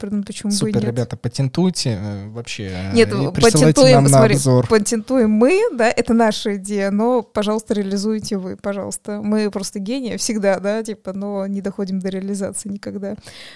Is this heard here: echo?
no